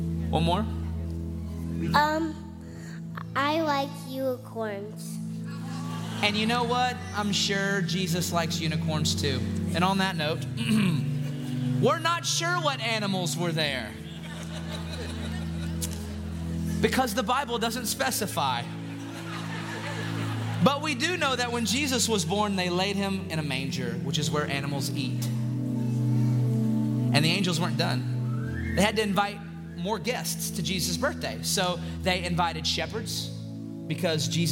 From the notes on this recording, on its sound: In this special LIVE episode.